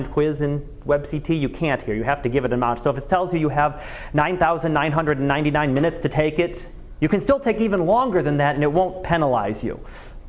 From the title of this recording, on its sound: Live Class Lecture